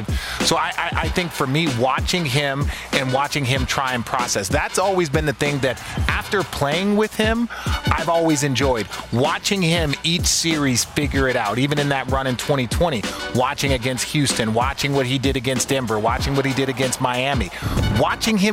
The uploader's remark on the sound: Live from the NBA Draft Lottery